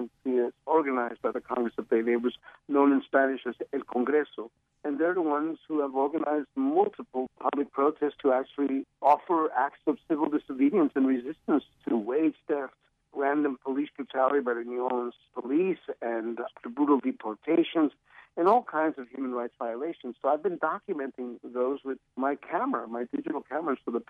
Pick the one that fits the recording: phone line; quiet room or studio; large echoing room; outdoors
phone line